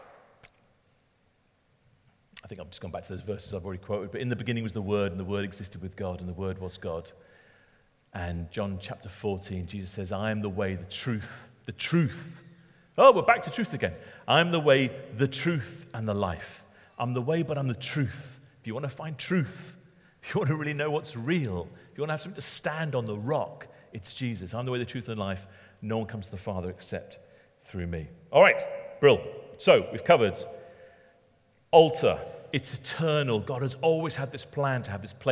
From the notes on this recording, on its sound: Talk recorded at Middlesbrough Community Church.